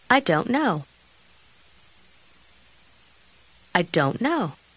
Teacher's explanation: Заключительный звук в слове don't почти исчезает, и слова практически сливаются в одно.